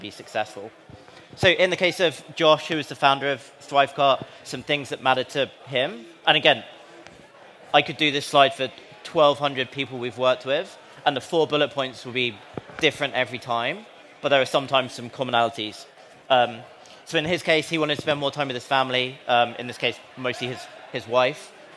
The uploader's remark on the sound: Live at SaaStock